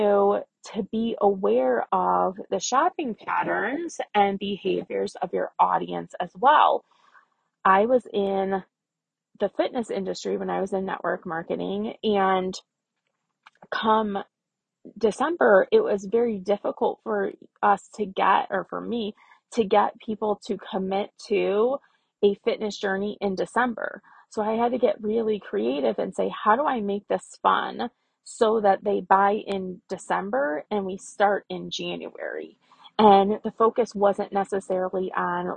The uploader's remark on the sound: I tried to record this podcast 6 times and finally ended up recording it in my car, strapped for time.